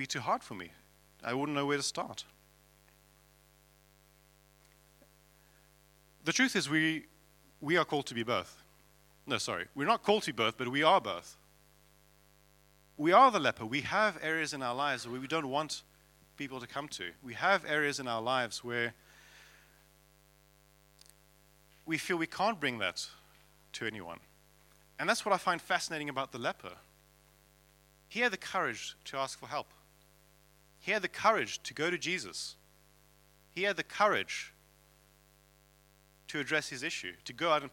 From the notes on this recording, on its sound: At King's Church, Cockermouth.